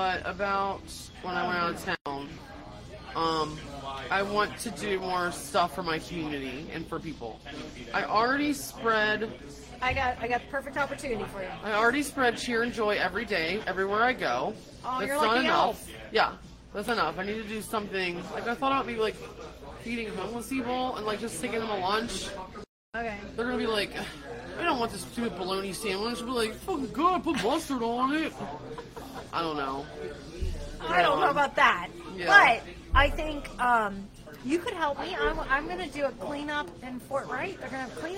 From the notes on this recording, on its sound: We are LIVE at The Globe in Covington, KY